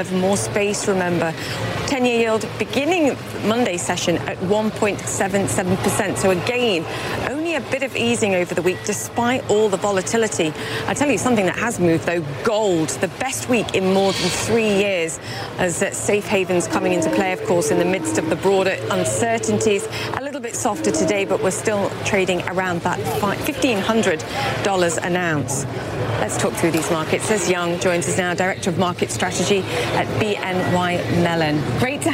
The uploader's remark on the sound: live from the New York Stock Exchange